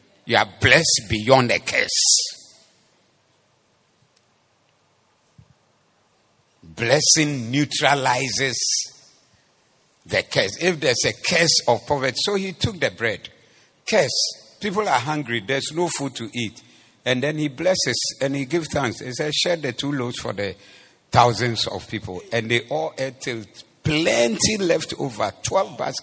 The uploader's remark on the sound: Preached at the Zeloo Service.